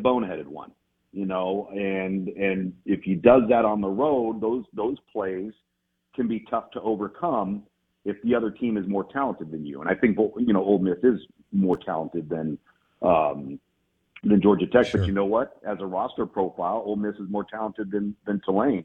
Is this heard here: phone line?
yes